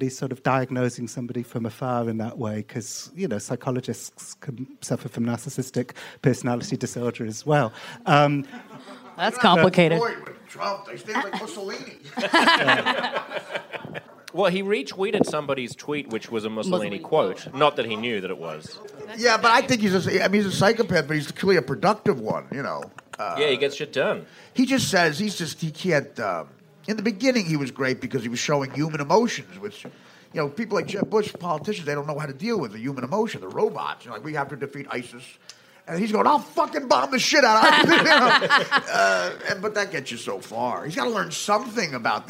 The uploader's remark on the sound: Walked into a bar in Brooklyn and, in front of a packed crowd of drunks, argued about the news with some of the funniest, smartest people in New York.